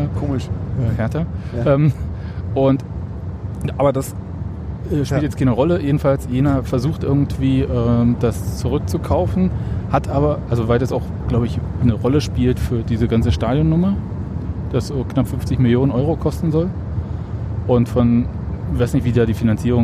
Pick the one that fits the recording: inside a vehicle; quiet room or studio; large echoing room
inside a vehicle